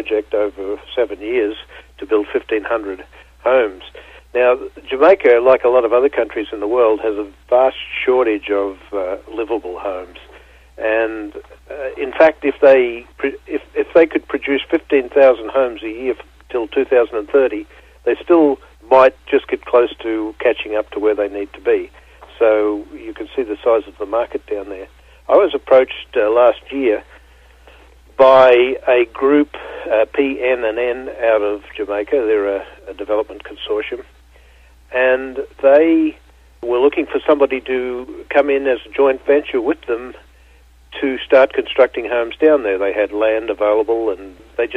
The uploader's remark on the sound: called in to SmallCapVoice